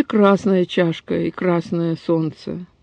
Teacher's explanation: ударение не падает на флексию, и вообще вся грамматически значимая часть прилагательного является безударной